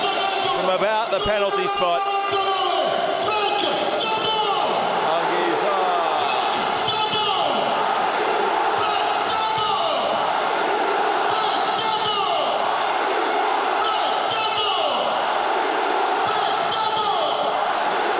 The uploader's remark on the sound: Live from the Stadio Diego Armando Maradona. Stadium ambience, hear what it's like to be there!